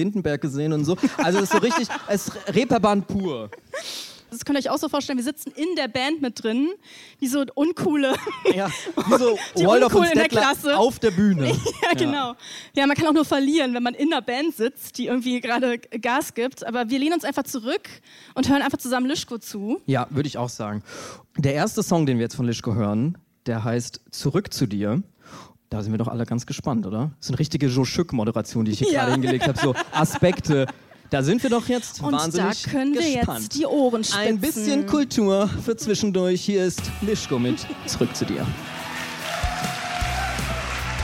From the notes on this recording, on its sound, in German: live auf der kuschlig-plüschigen Bühne beim Reeperbahn-Festival in Hamburg